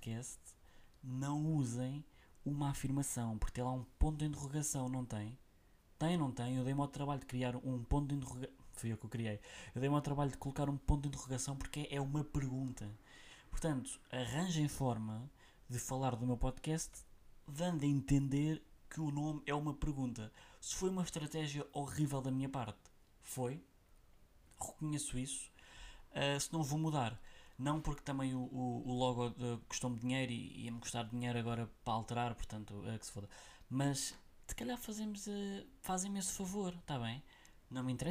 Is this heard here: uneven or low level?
yes